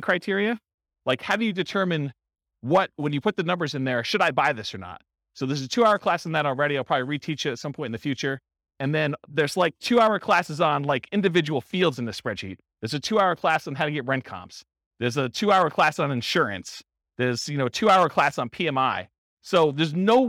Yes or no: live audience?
yes